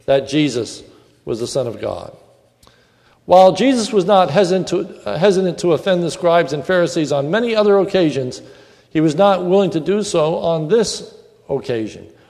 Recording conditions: large echoing room